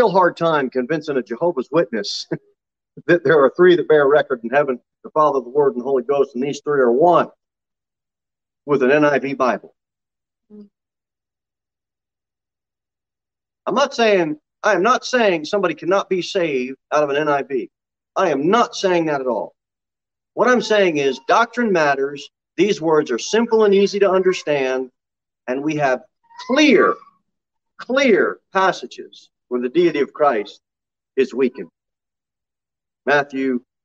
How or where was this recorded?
large echoing room